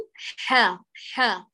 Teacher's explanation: صوت الحاء فيه نحول ويأتي معنا رقيقا تماما · Term: الحاء المفتوحة